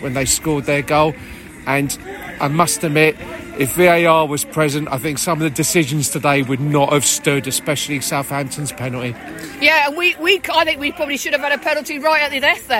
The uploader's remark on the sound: post-match podcast from the stands